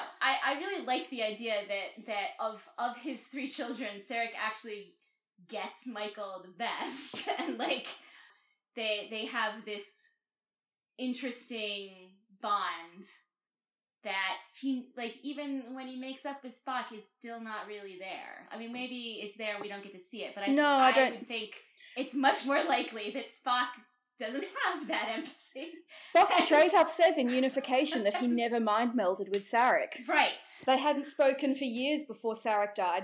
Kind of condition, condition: fault, sounds in the background